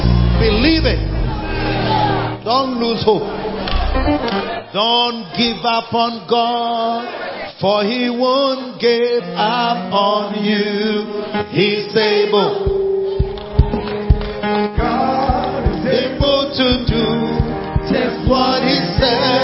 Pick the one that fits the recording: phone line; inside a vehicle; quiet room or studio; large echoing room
large echoing room